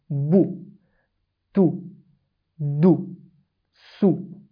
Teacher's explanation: This u is the exact pronunciation of dhamma in Arabic, but it's short.